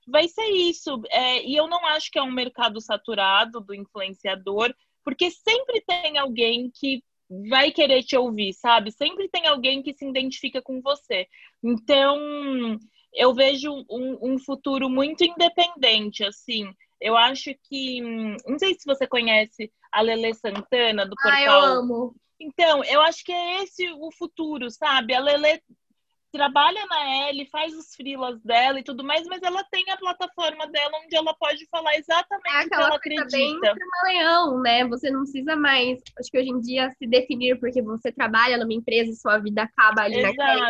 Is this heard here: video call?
yes